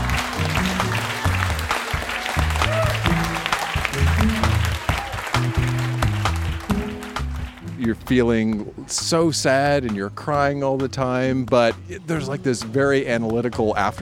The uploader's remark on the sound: Recorded live at The Company House in Halifax, NS.